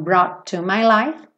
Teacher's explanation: Uma palavra termina em T, outra palavra começa em T. Eu não faço T duas vezes.